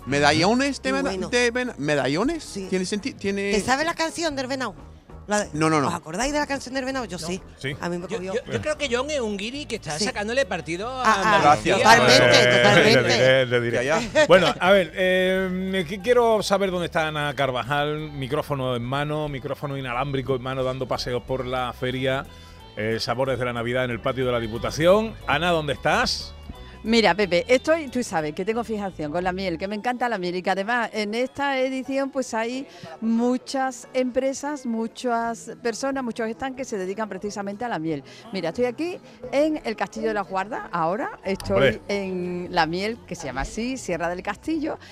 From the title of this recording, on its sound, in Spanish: Programa en directo desde el patio de la Diputación de Sevilla